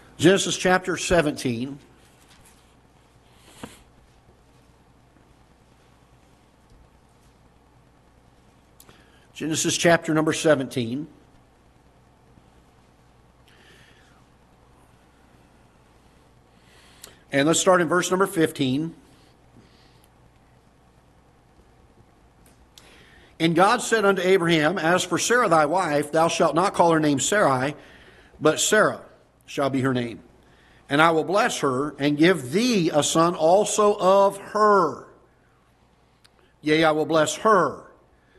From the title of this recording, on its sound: Ketha Heights Baptist Church ~ Live Broadcast